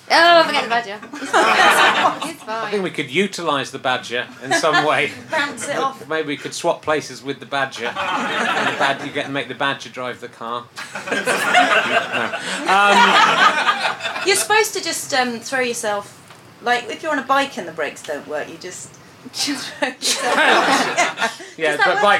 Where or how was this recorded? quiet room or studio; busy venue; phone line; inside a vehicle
busy venue